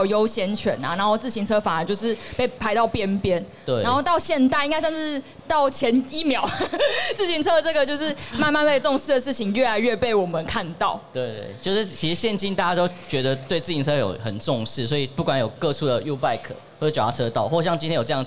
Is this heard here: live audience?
yes